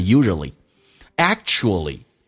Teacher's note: ual 组合在一起的时候经常可以把 u 去掉